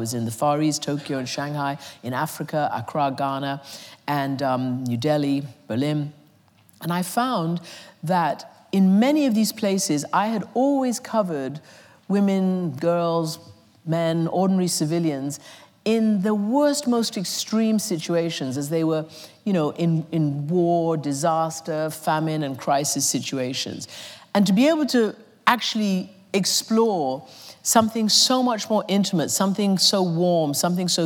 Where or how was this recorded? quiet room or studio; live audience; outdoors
live audience